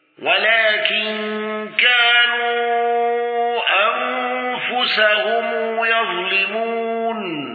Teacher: قالون بقصر المنفصل وصلة ميم الجمع واندرج معه ابن كثير